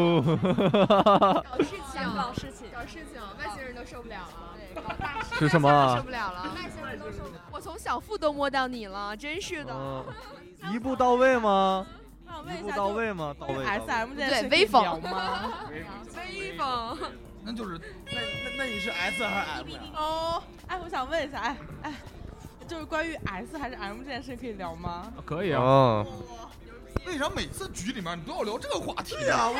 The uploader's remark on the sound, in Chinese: 感谢牛啤堂NBeerPub提供录音场地和酒水支持